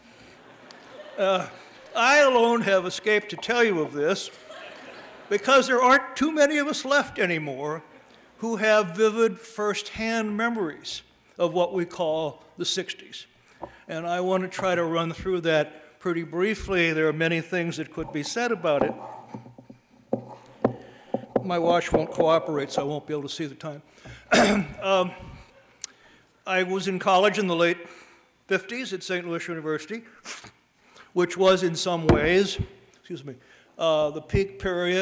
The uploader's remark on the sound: delivered the Commencement Address at the 2016 Commencement